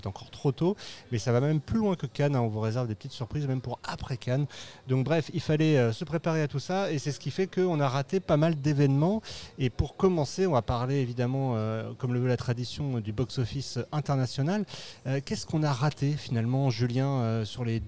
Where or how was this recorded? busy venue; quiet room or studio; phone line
busy venue